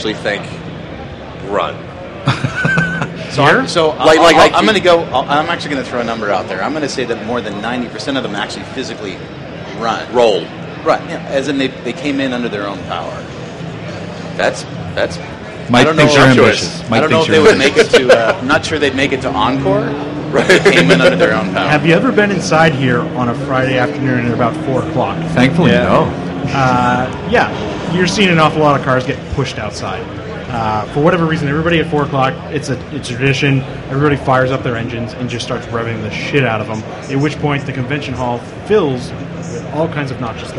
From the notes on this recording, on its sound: SEMA 2017. The jerks at Borla for purposely attempting to drown us out the entire week of recording with their egregious speaker setup. MAGNAFLOW for setting up stage space for ShoutEngine podcasts.